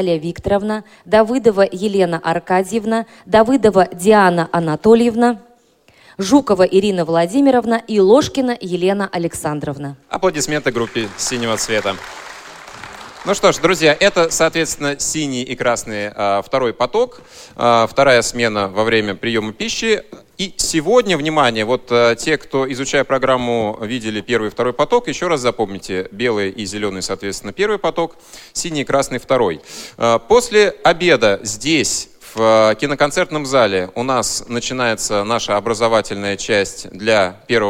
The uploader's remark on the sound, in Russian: Аудиозапись торжественной церемонии открытия Всероссийского образовательного молодёжного форума ВОС 2017.